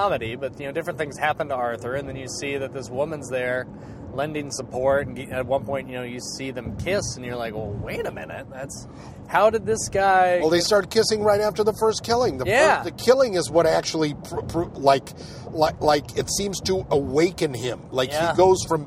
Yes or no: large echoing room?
no